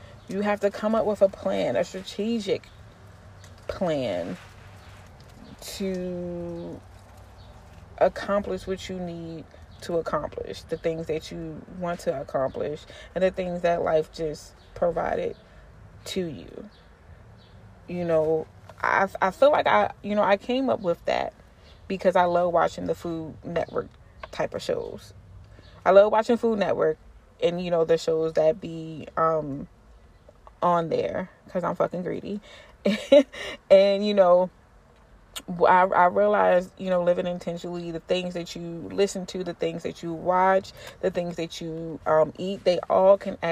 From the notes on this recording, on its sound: This spring weather and me recording outside don’t mix